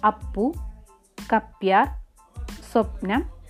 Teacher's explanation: അപ്പു കപ്യാർ സ്വപ്നം തുടങ്ങിയവയിലെ പകാരം ശ്വാസിയും ഏറ്റവും ദൃഢവുമായ ഉഭയോഷ്ട സ്പർശ വ്യഞ്ജനങ്ങളാണ് മുമ്പ് ചൂണ്ടിക്കാണിച്ച സ്ഥാനങ്ങൾ ഒഴികെയുള്ളിടത്താണ് ഇത് വരുന്നത് അപ്പോൾ അല്പനാദിയും അല്പശ്വാസിയുമായത് നാദിത്വവും ശ്വാസിത്വവും